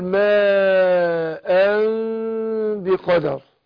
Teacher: هنا ماء نون التنوين هنا جه بعدها باء. احنا قلنا لما يجي بعد النون باء بنقلب النون ميم وننطق ميم مخفاة مع الغنة حركتين